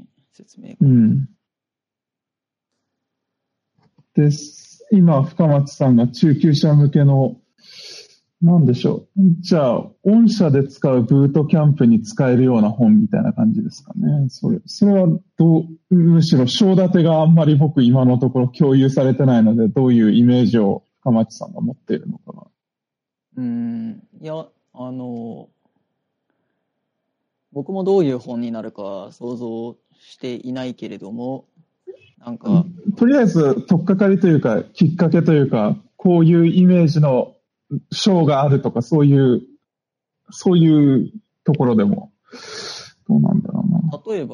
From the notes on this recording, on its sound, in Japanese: Discord上での収録です。